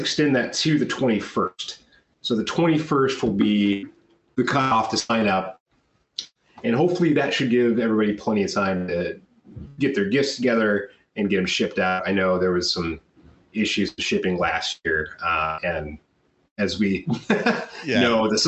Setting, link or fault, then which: link, video call